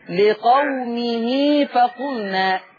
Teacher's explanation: لفظ لقومه يوجد بعد الهاء ياء صغيرة تمد حركتين مدها حركتين لقومه فقلنا.